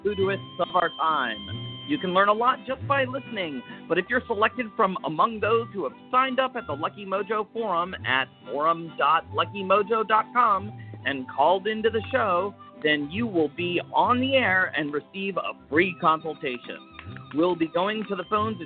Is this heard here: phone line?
yes